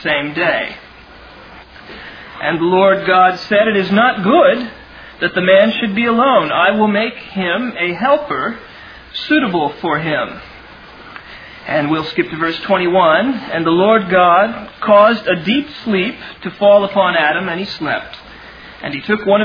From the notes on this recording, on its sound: Originally delivered on 28 May 2000 at Sovereign Grace Baptist Church in Van Alstyne, TX.